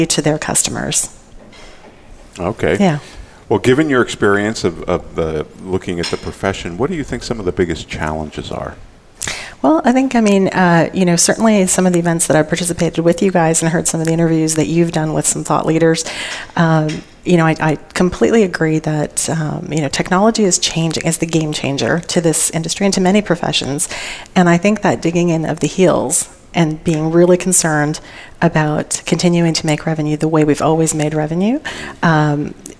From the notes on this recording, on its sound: Live Broadcast at the The IPBC IGNITE Conference.